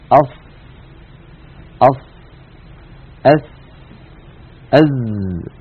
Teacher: نضع طرف لساننا يعني رأس اللسان عند الصفحة الداخلية للثنايا السفلى، للسنين الكبيرين اللذين في مقدمة الفم. · Term: أحرف الصفير